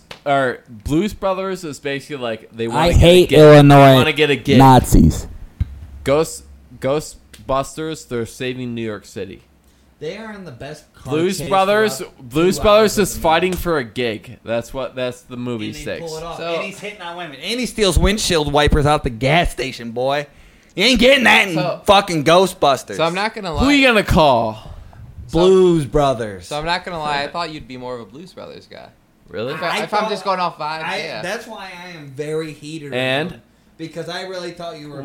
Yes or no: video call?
no